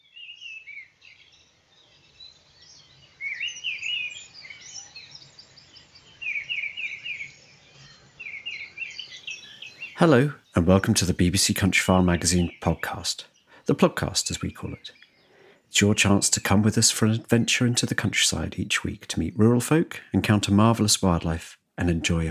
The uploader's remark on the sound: Nightingales at dawn in Dorset. Heads to a secret common and woodland in Dorset to at the crack of dawn to hear Britain's most famous songster – the increasingly scarce nightingale.